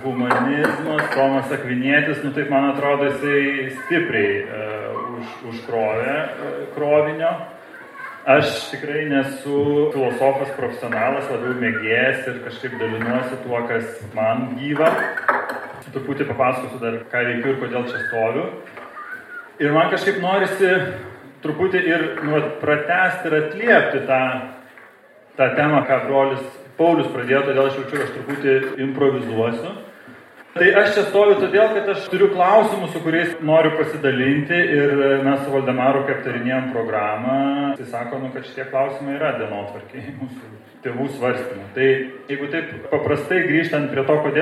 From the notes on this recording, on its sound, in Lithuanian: Įrašas iš Šeimų festivalio